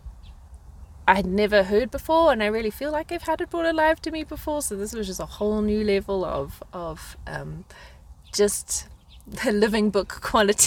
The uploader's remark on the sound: sit in the car and chat